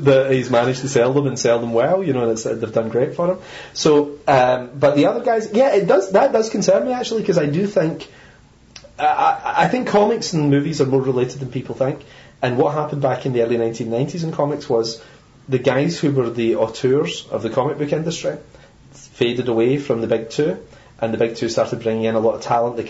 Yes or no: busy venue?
no